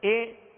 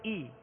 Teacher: زیر کی آواز کو گرا کر ای، کھینچیں گے بھی نہیں · Shown in: second take · حرکات کو بغیر کھینچے بغیر جھٹکا دیے معروف پڑھیں گے.